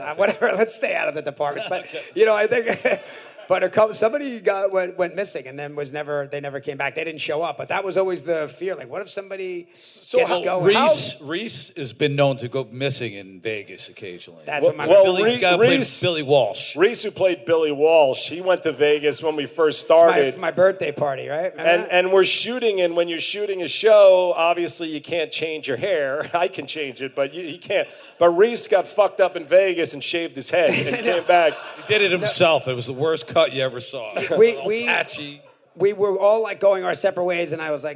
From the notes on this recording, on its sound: Live at the Brea Improv